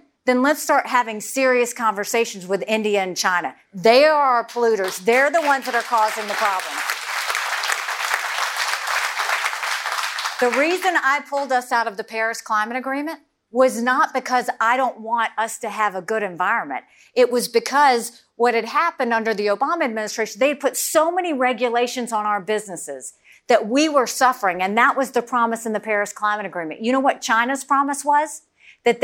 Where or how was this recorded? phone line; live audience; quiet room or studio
live audience